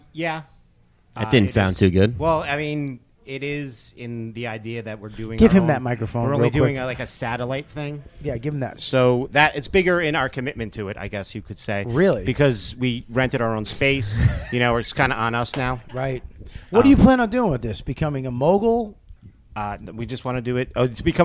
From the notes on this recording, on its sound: Recorded backstage at the Jersey City Comedy Festival.